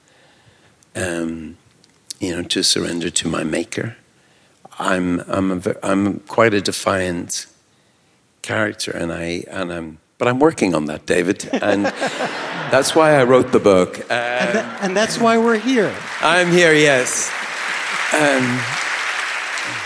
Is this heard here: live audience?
yes